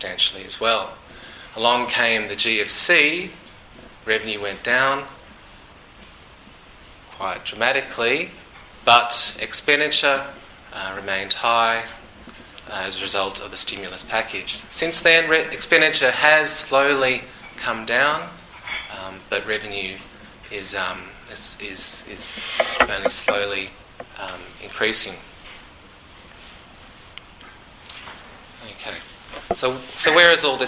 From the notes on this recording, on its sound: This podcast includes Q&amp;A from the event. 2013 aid budget breakfast.